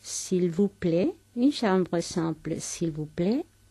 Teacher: Tengan en cuenta también en esta lección la entonación ascendente